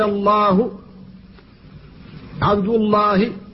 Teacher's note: فاللام هنا تفخم بعد الفتح والضم، والألف التي بعدها تفخم تبعا لها